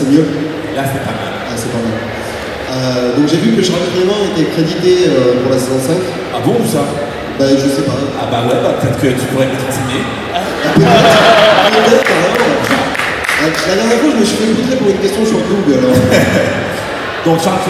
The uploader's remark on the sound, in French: Suite des enregistrements réalisés lors du TGS 2016, la conférence Hero Corp.